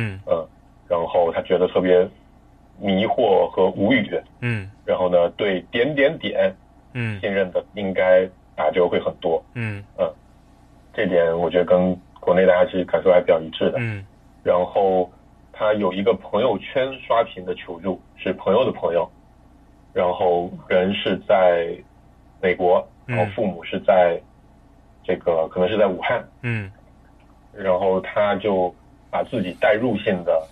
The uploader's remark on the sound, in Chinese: 这期节目代表了居家隔离十几天之后，一个相聚的时刻。夜里用微信群聊云录音。一个共创真人秀录出了电话会议的感觉。